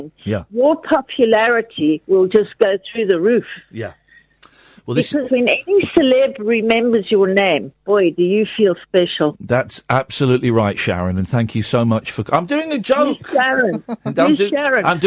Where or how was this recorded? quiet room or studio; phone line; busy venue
phone line